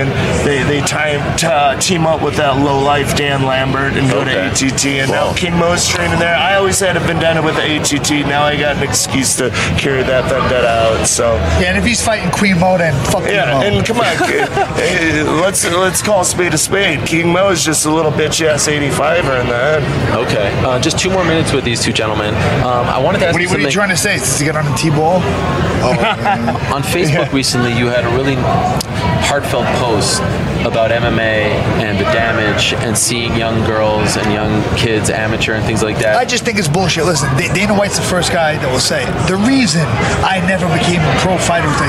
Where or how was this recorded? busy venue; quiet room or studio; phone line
busy venue